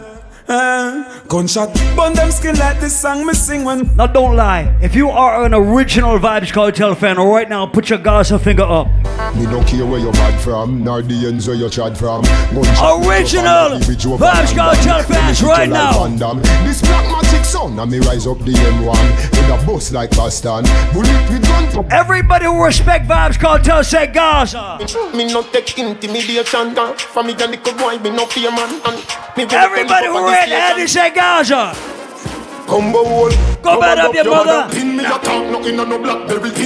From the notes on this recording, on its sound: Live audio recording of my set at island saturdays